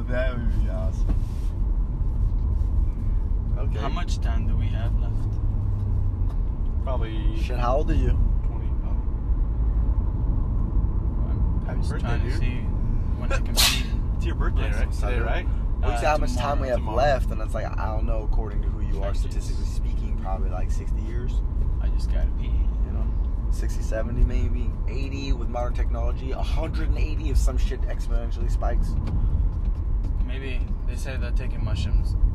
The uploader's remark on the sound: Driving to the Polynesian Cultural Center. Hawai'i.